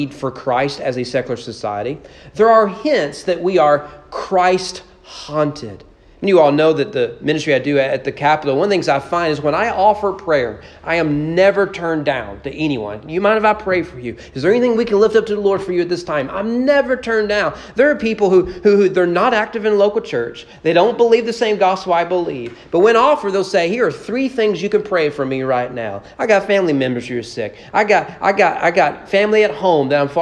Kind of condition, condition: setting, large echoing room